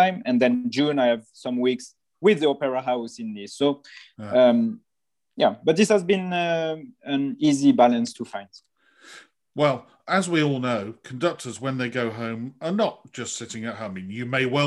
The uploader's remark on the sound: This interview was recorded on 14th April 2021 via Zoom.